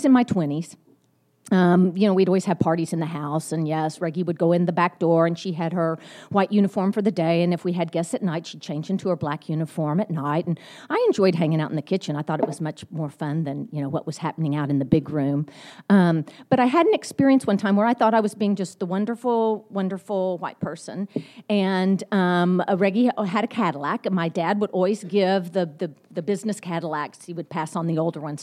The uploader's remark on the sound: Recorded Friday, October 17, 2014 at the national Bioneers Summit Conference in San Rafael, California.